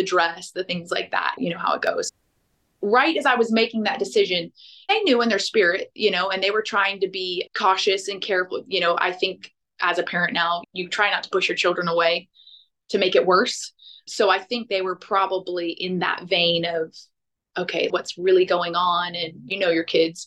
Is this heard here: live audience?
no